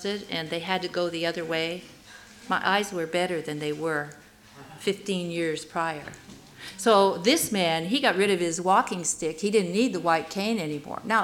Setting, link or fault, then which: setting, live audience